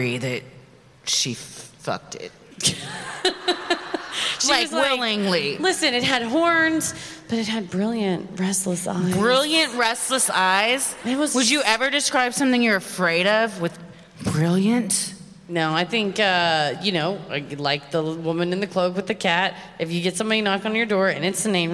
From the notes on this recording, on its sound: Recorded live at the Majestic Theatre in Detroit, MI.